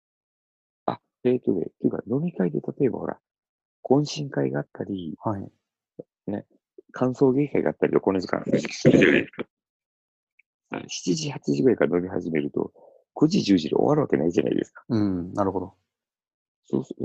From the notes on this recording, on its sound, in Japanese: 友達とzoomで録音してみました。